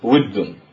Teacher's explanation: فلوجود المتقاربين اللذان هما التاء والدال من مخرج واحد التاء والدال، قلبت التاء إلى دال وهي ساكنة الأصل، وأدغمت في حرف واحد فصارت ود · Term: إدغام المتقاربين